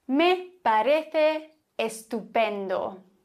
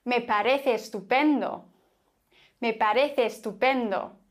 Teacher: würden ganz viele Spanier ein E daraus machen und die zwei Wörter aneinander reihen. · Shown in: second take · Und dann würden sie sagen, me parece estupendo.